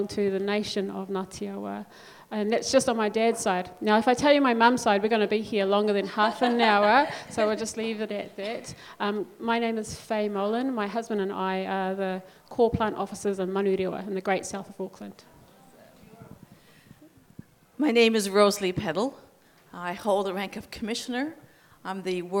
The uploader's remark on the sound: Was recorded live. 6. Special: Live at Congress. Recorded live at The Salvation Army's Encounter Congress 2019.